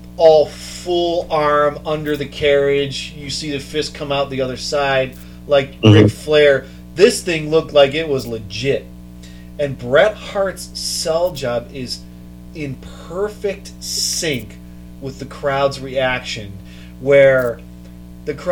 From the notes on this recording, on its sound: We are still adjusting to the new normal around the Panel Scanners Offices (remote productions are causing some difficulties).